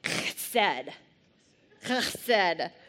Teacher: trying to pronounce this in a very Hebrew way because it's a guttural H, so it's chesed.